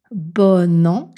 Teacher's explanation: On prononce donc « bon » avec un son « o » ouvert, « bo ». On parle de dénasalisation.